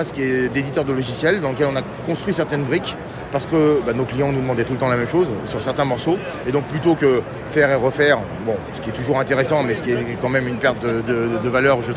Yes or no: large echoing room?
no